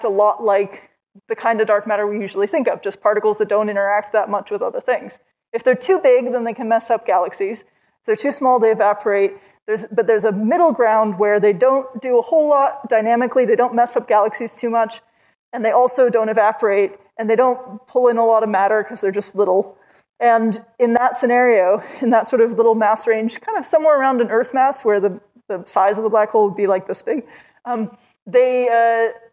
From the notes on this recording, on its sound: Perimeter Institute Public Lectures.